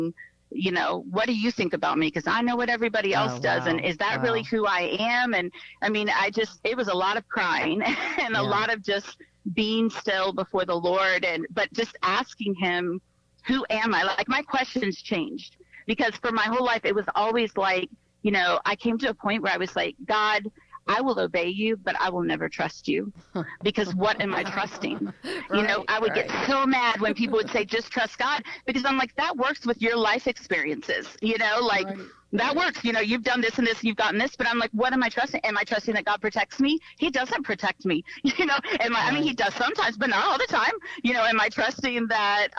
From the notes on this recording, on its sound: via phone call